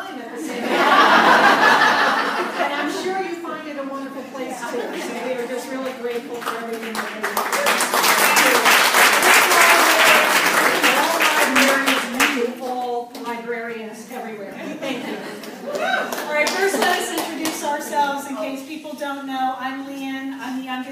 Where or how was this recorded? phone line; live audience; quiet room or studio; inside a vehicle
live audience